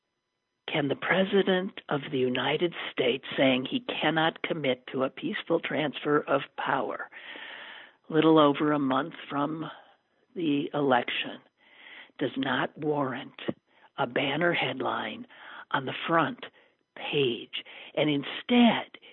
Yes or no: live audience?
no